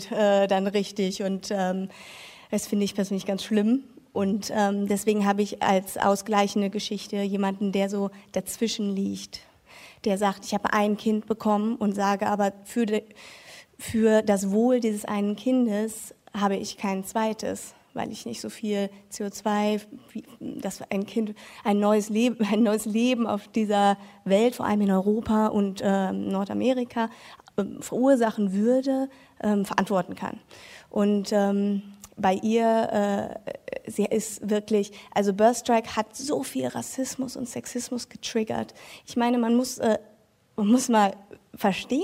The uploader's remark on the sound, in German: Eine Stunde Film war live - beim Deutschlandfunk Nova Podcast-Festival 2020. Zum ersten Mal überhaupt haben wir die Sendung vor Publikum aufgezeichnet, in der Urania in Berlin.